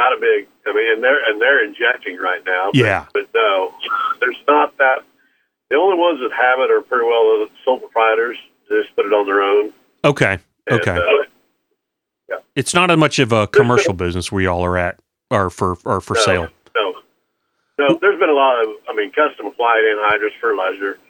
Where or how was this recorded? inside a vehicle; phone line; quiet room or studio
phone line